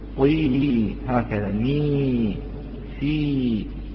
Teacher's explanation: وعند الياء بتسفل الهواء وكما يقول البعض بانكسار الحنك الأسفلي، أي تقول طي هكذا، مي سي وهكذا.